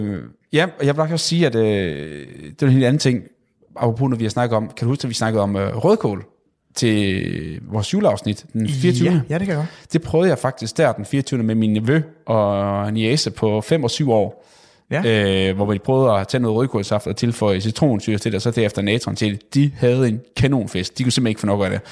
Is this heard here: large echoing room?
no